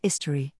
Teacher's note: Dropping the H. As in many areas of the UK, Jamaicans often drop the initial H sound in words. The word history becomes istory.